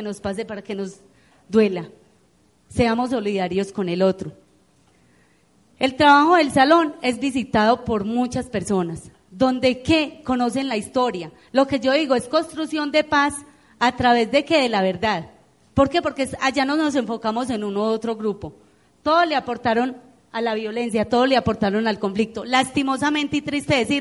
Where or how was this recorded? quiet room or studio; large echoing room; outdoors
large echoing room